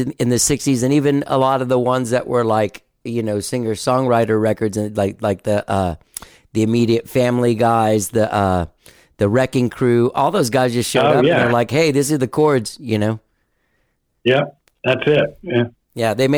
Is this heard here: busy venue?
no